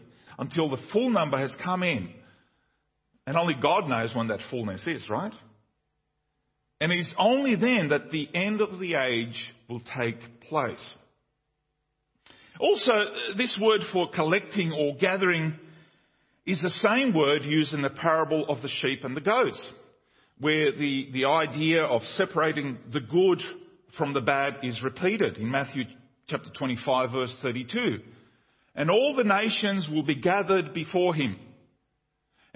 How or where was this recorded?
large echoing room